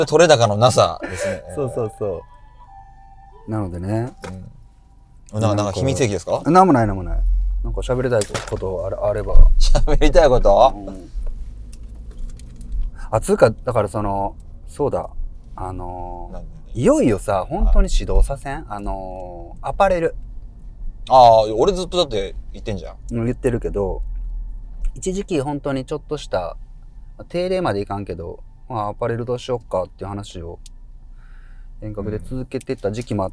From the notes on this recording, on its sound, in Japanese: Enjoy Drive!・台場〜青山〜渋谷・。今週は羽田からお台場、南青山を経由して渋谷へと向かう車内での収録をお届け！その根幹を車内の揺れで誤魔化しながらの、番外編としてお楽しみください。